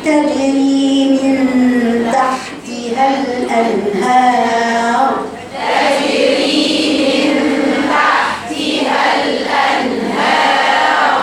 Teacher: الراء مفخمة خلي بالك لان ما قبلها مفتوح